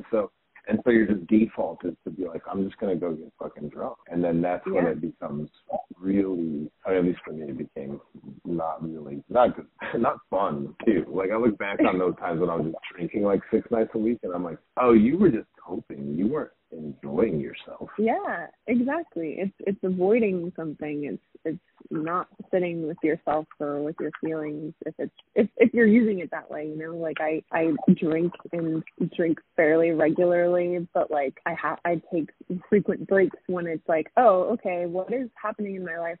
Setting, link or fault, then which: link, phone line